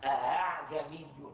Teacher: هذا اسمه تسهيل بين بين، سهلت الهمزة بين الهمزة أ وبين الفتحة وبين الألف